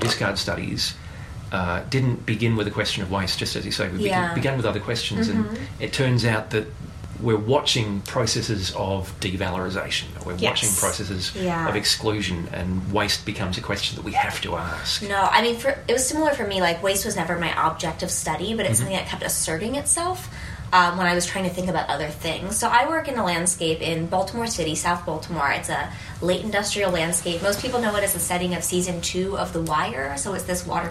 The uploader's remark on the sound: Recorded at the 2017 American Anthropological Association meeting in Washington, DC. Amidst the academics scrambling between seminars.